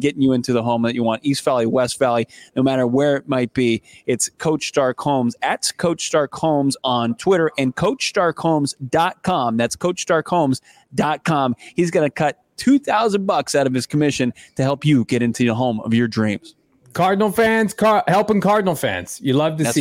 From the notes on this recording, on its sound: LIVE from the Senior Bowl for the PHNX Cardinals podcast!